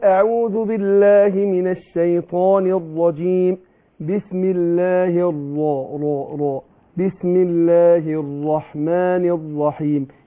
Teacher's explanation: راء بس مشدده بدون تكرير